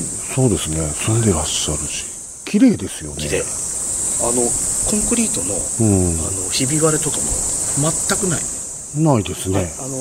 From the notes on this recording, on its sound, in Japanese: 久しぶりのロケ収録！北九州市の下到津団地にやってきました。